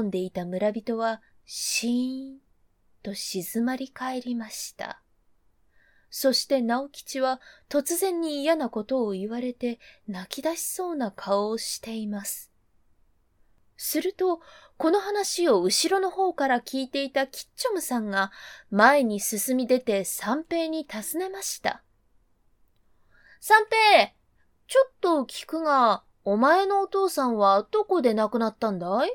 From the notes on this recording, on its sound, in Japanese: 自宅録音ですのでノイズなどはご了承くださいませ。